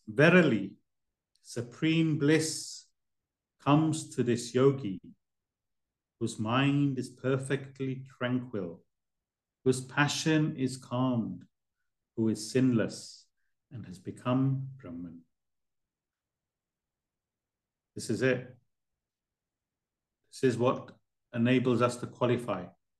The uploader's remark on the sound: A live recording of a Bhagavad Gita class given virtually on the 5th of November 2023.